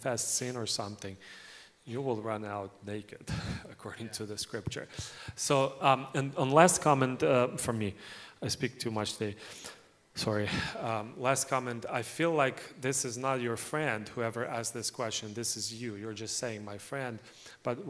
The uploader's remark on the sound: In today's service we have the Q and A Forum panel, where our pastors are answering the questions from the audience(from our youth).